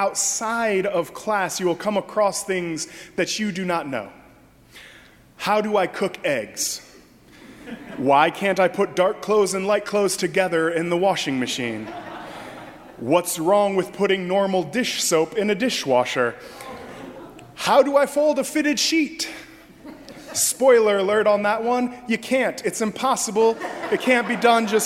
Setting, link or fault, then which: setting, large echoing room